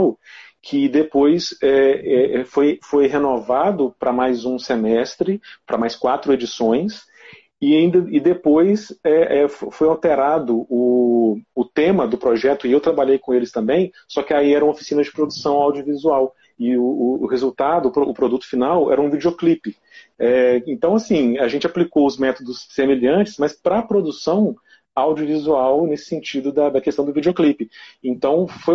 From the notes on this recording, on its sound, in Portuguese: numa live do instagram